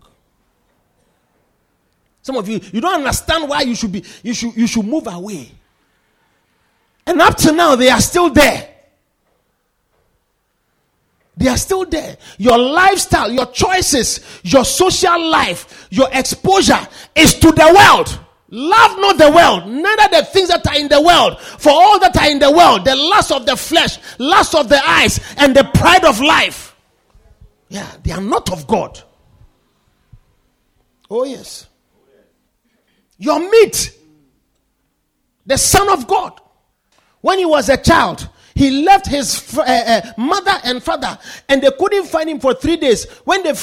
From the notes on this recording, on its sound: Preached at the Poimen Church-HQ on the 21st of January 2024.